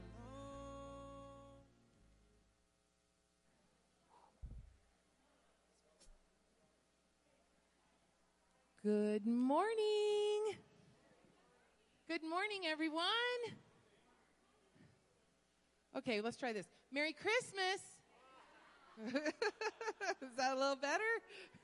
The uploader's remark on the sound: Woodland Life Church Live